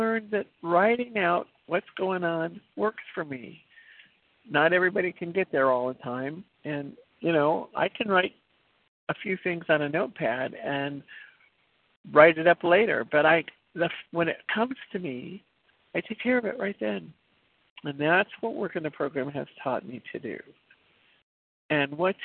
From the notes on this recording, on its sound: from the 100 Pounders Phone Meeting